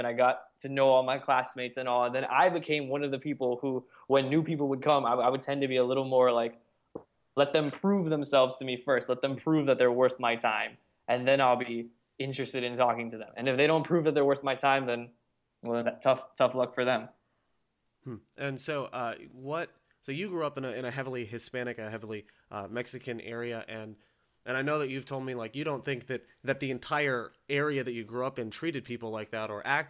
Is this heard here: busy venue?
no